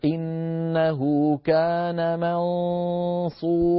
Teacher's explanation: بعد أن أنطق الميم أهيئ فمي على مخرج الصاد، ولكني لا أنطق صادا، وإنما الفم مهيأ، يصير النطق هكذا سمعتم الصوت؟ الصوت الآن أغلبه من الأنف وهو الغنة، ومعه صوت ضئيل نسميه مجازا صويت على وزن فعيل، يعني للتصغير من الفم.